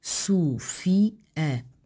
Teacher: a pronúncia efetua-se com um hiato entre I e A